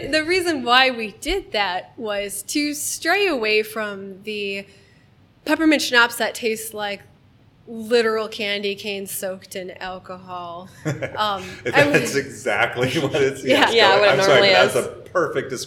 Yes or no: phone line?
no